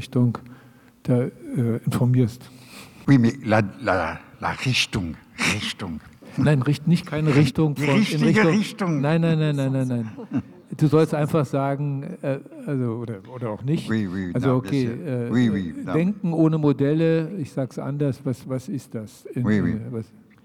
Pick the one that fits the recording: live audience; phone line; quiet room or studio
live audience